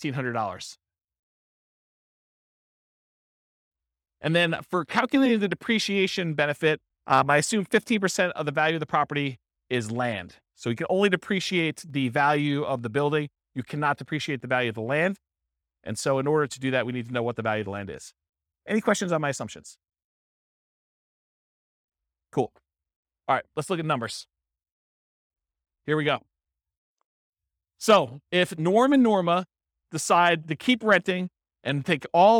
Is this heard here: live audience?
yes